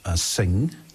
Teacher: if you look at the word sing, right, it's that NG sound at the back. Back of your throat.